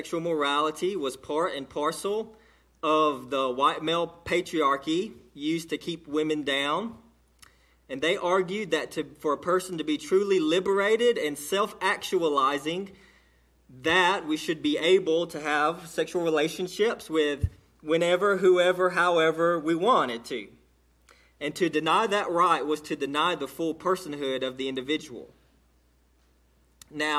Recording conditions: large echoing room